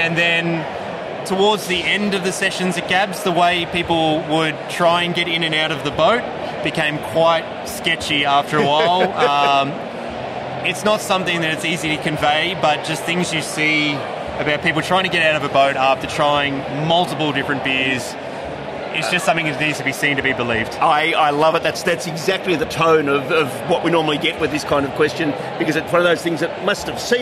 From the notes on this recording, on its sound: Interviews from the recent Williamstown Beer & Cider Festival. Because this was an outside broadcast the audio may not be up to our usual standards.